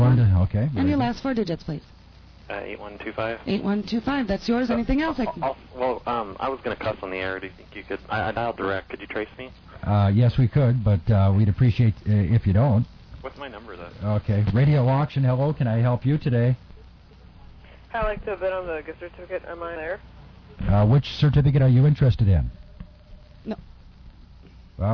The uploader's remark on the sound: Personal Prank Phone Calls Collection